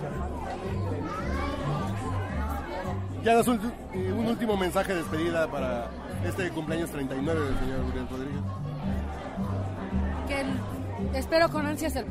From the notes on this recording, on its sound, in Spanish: Regresamos a nuestros orígines, nos fuimos a una cantina y prendimos la grabadora.